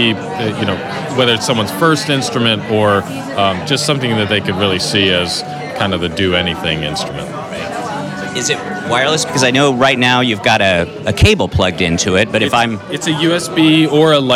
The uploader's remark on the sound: As a matter of fact, we’re listening to some of the music now, produced live at the event for us by the Artiphon team.